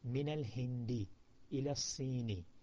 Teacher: notice after min and ila the word ends with a kasra e